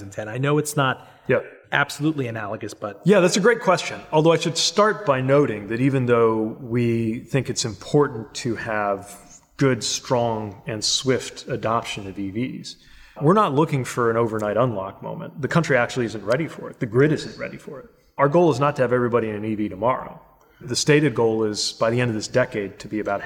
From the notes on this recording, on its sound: Recorded before an audience at the University of Richmond's Modlin Center for the Arts.